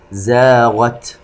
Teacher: نلاحظ تفخيم حرف الخاء وهمس التاء